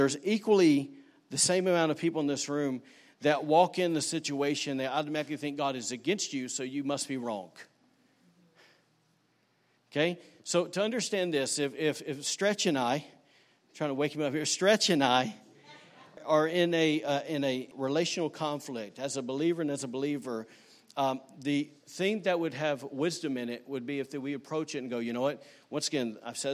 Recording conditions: large echoing room